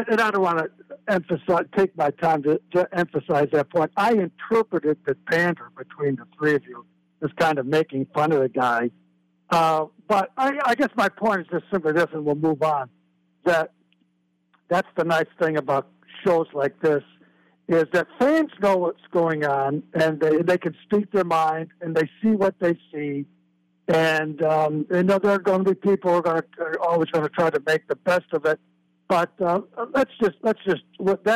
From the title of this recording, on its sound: Colorado Postgame Call-In Show